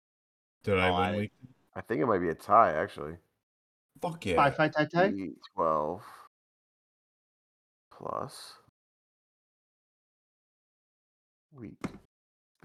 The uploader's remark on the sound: Half the audio went missing, we barely edited.